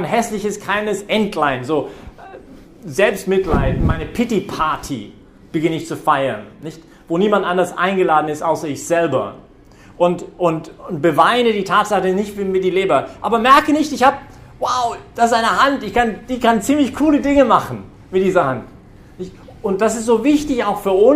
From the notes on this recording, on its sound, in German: Predigt während der BeFree Messe. Im Zentrum Johannes Paul II.